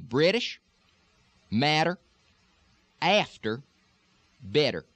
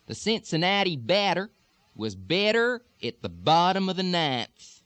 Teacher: the medial T becoming a D, just like it does in most American dialects. In Texas, we're not going to say British, matter, after, better.